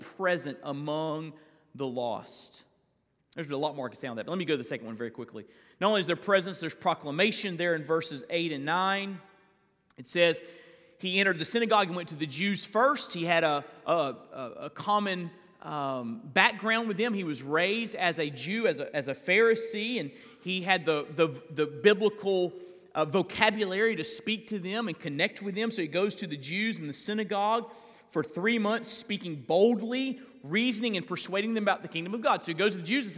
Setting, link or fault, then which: setting, large echoing room